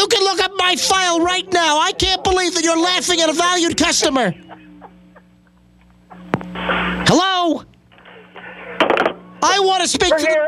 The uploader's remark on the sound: Prank Phone Calls